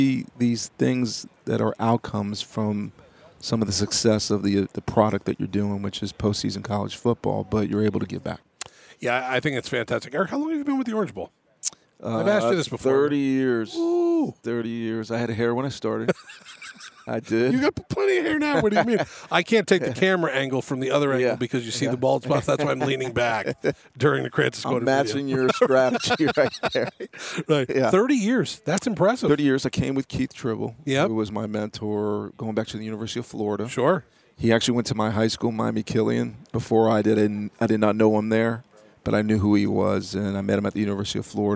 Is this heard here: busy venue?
yes